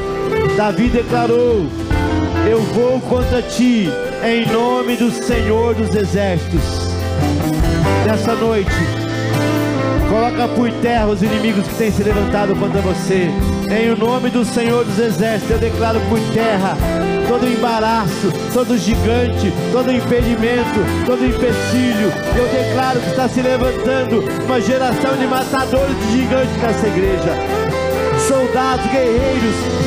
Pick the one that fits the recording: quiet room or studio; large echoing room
large echoing room